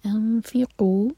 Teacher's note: انفقوا اخفاء سے کریں گے کہ فا کے لیے زبان تیار ہو